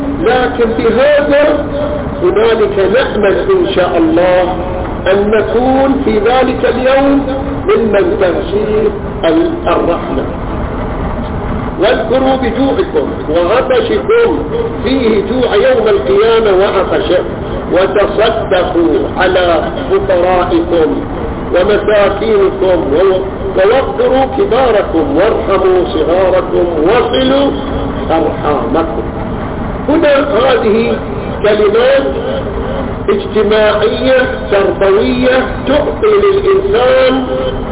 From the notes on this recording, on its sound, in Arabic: تسجيل قديم من مسجد الامام الحسين عليه السلام في حي الفيصل/الخرس بالمبرز